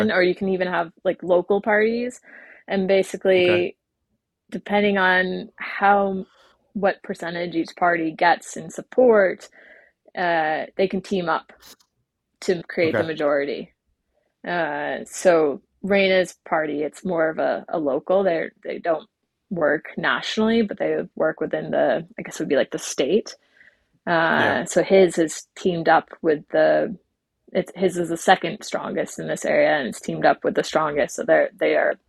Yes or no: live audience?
no